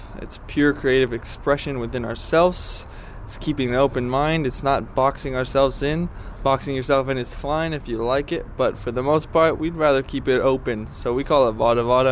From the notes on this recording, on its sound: I hung out with the brothers one cold night outside the Cobalt.